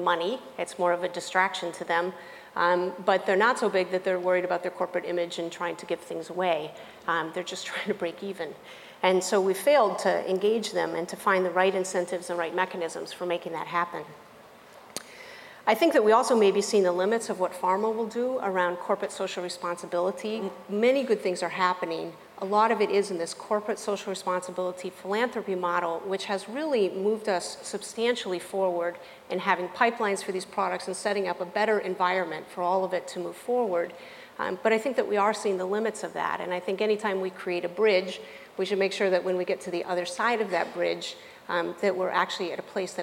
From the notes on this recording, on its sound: Highlists from Stanford's Center for Health Policy and Center for Primary Care and Outcomes Research conference